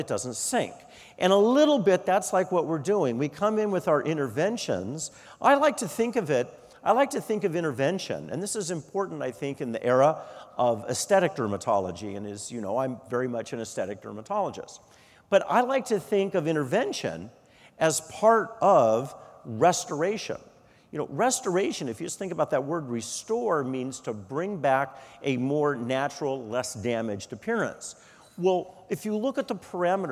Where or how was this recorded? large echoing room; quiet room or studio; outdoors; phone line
large echoing room